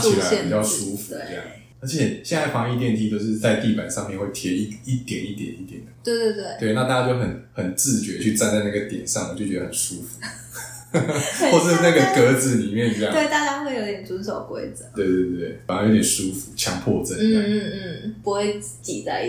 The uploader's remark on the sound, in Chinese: 抱歉這集麥克風收音不太好。正努力的嘗試使用Audacity錄音以及後製。